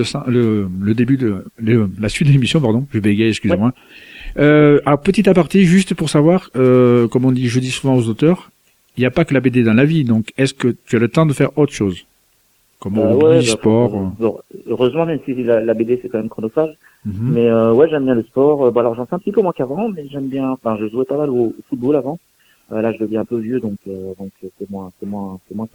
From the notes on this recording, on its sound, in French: reçoit par téléphone